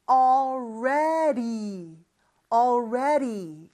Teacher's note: all 할 때 그 l 발음과 re 할 때 그 r 발음, 그 다음에 d 발음은 우리의 리을과 비슷한 발음이 돼요. 영어에서 특히 이제 북미권에서는 d나 t가 모음 소리 사이에 껴있으면 리을을 아주 살짝 발음하는 것처럼 발음이 돼요. 그래서 already, already 이렇게 발음이 되는 거죠.